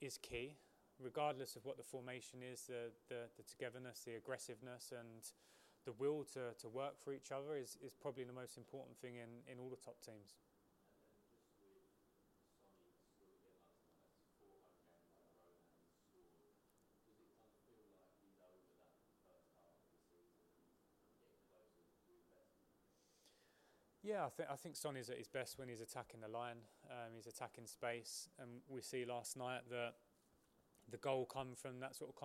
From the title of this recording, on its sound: PRESS CONFERENCE